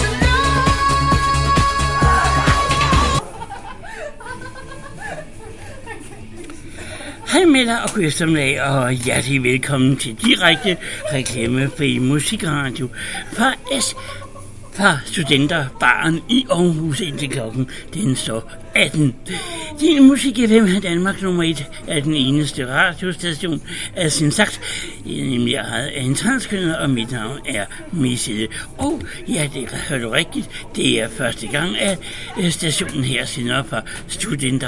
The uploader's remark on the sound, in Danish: live radio fra studenter baren i aarhus